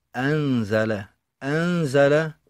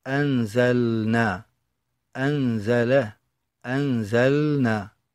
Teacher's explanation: فإذا ما التقت اللام بالنون، والنون حرف قريب من مخرج اللام، فبتقارب المخارج يسوغ الإدغام، فندفع ذلك بإظهار اللام · Shown in: second take · Term: الإظهار